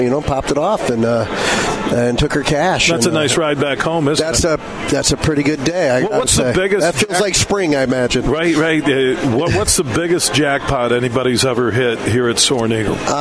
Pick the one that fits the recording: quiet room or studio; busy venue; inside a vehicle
busy venue